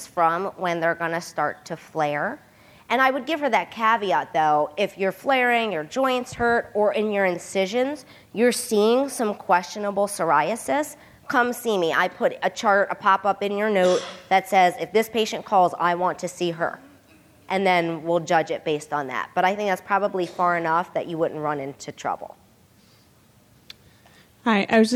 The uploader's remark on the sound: This podcast was recorded live at the 2014 SDPA conference in Indianapolis.